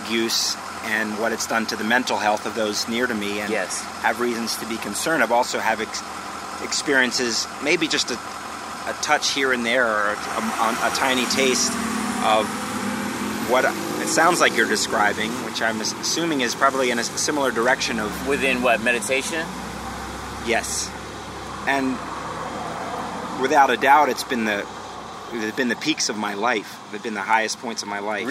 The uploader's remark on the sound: meet up for a conversation outside of a coffee shop